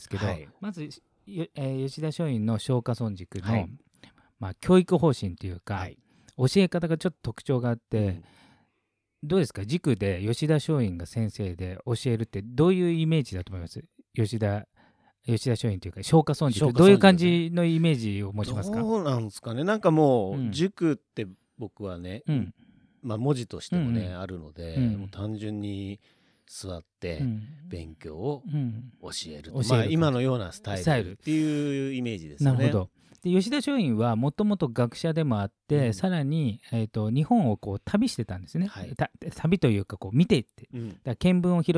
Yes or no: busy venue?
no